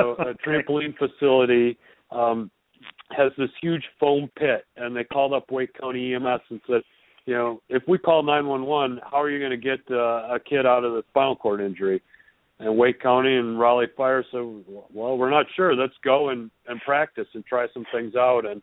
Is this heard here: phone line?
yes